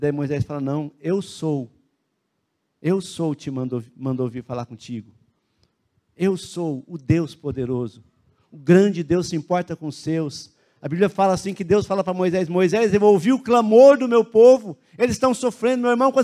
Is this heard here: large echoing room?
yes